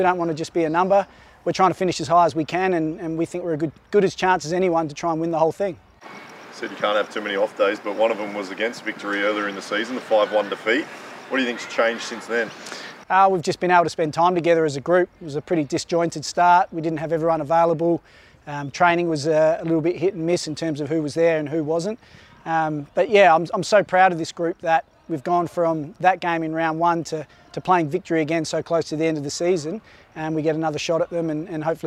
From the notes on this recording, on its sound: Pre-Match Press Conference.